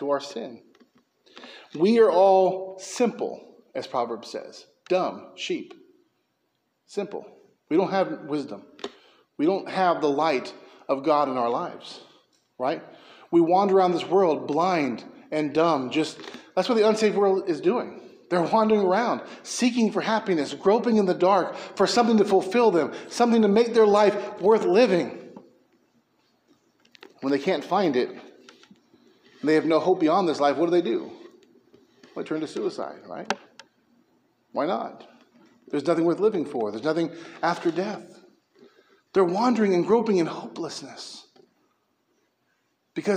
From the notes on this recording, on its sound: preached at Mckee Road Baptist Church in Bakersfield, Ca.